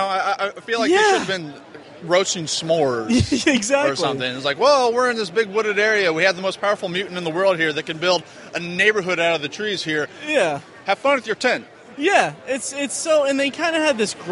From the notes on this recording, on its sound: Live at Indy PopCon 2014. Recorded live from our booth at Indy PopCon! We had some down time at Indy PopCon on Sunday.